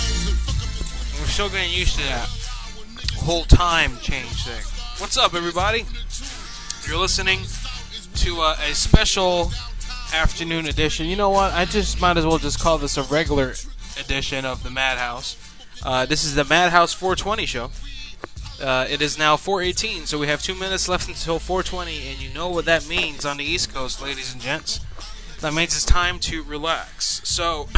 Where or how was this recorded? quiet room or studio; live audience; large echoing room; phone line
phone line